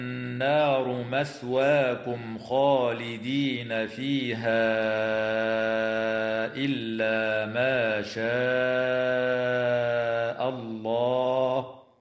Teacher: النون المشددة في كلمة النار حكمها الغنة بمقدار حركتين، والميم الساكنة في قوله تعالى مثواكم خالدين حكمها الإظهار الشفوي